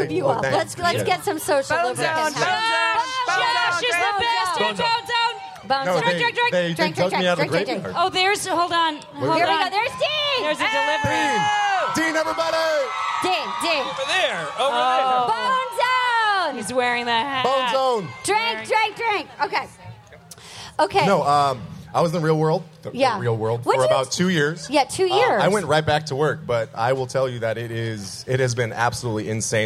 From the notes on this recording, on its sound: Live from Outside Lands! Live at Outside Lands Music Festival in San Fransisco! Opium tents!